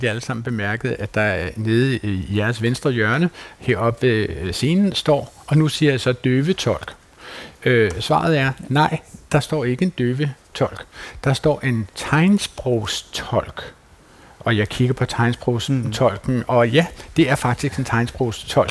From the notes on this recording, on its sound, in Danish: Klog på Sprog sender live fra sprogfestivalen Sprogense